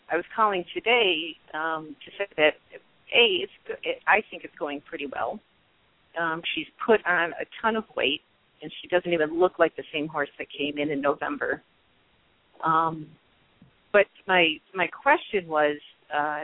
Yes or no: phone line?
yes